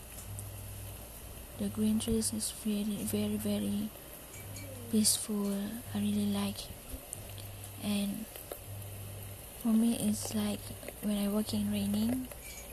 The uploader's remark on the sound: Walking outside - raining day